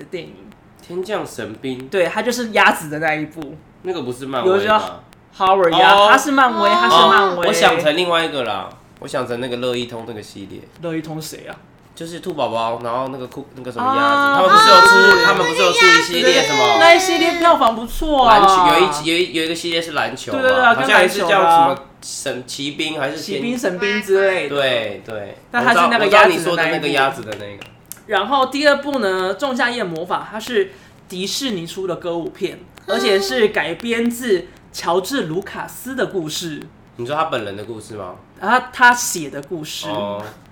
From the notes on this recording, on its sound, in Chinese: 本期挑戰賽單元為遊戲類競賽，故首次嘗試此單元的我們並未調整好收音設備之狀態，相較於以往的音質可能會因為過於激動與瘋癲而過於爆音，建議將音量調小服用。